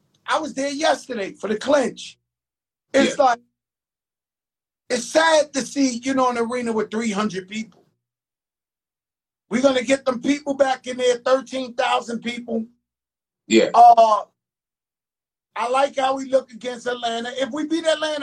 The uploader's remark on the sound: on IG Live